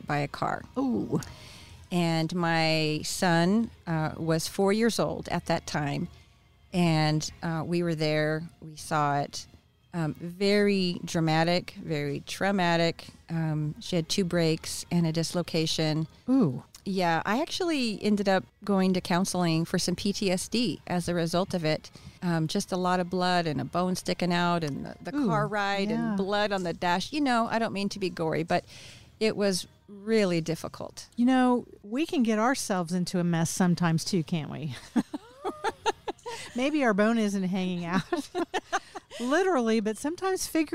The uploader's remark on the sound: Recorded at Wheelers Western Outfitters